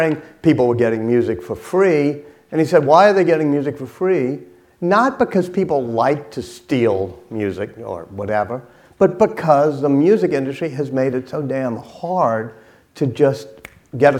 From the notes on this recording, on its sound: keynote address from the 2016 Goldsmith Awards in Political Journalism ceremony